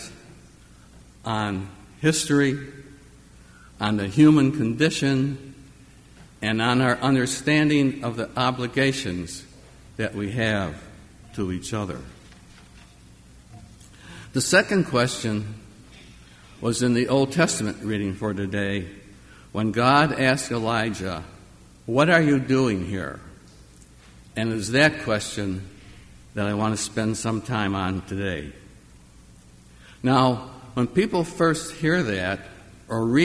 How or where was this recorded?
large echoing room